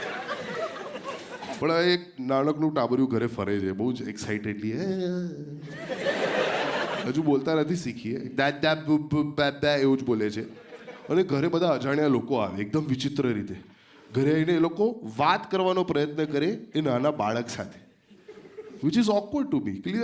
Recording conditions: live audience